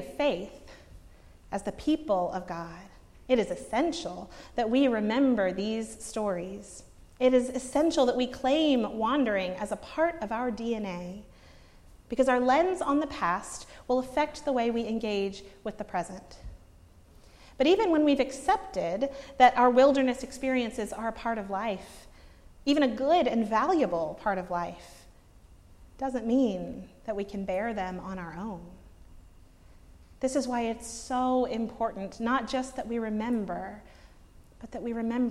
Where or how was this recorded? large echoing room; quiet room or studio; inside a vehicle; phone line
large echoing room